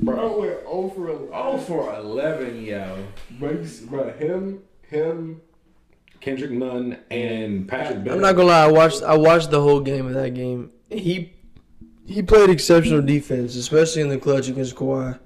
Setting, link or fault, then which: fault, poor sound quality